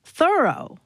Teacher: how their friend's name was pronounced Thoreau, with the accent on the first syllable